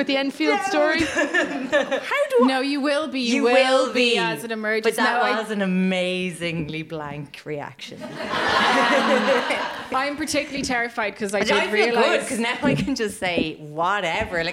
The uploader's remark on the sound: We did another live show!